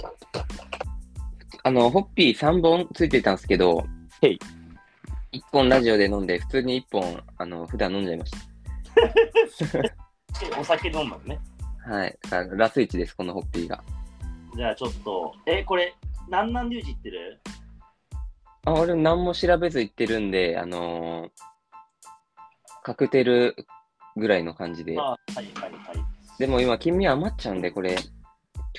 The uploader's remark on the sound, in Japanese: リモート収録